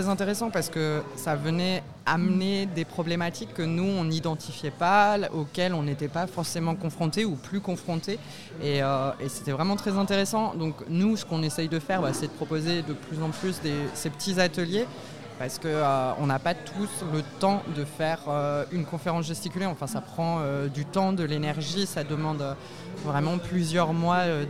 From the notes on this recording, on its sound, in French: Festival "Agitons Nos Idées" Conférences Gesticulées. L’émission de radiophonique, présente sur le dernier jour de festival à la MJC Saint-Just, a rassemblée au micro plusieurs invité.es comme des gesticulant.es programmé.es sur le festival, les organisateur.trices de l’événement ou encore un collectif de clowns !